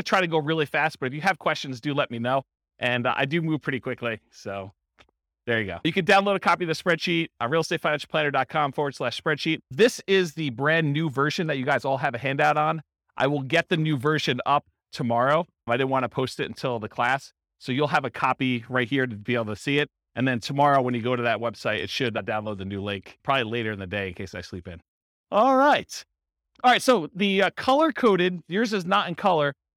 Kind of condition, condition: setting, live audience